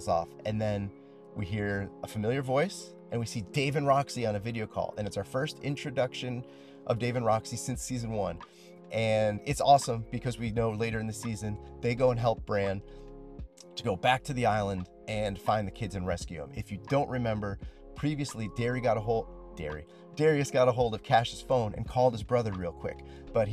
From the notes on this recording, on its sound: On my lunch break at work I used a random number generator to pick a season and episode, watched it, then recorded a little bit about it sitting in my car.